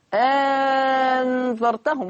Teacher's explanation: ومنهم من كان ينطق أو يتلفظ الهمزة الثانية مبدلة حرف مد أنذرتهم، كما تعلمنا في رواية ورش عن الإمام نافع المدني.